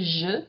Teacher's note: the French went to je. They dropped the stop and they went to je.